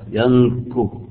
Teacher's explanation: نجد الغنة مرققة تبع للكاف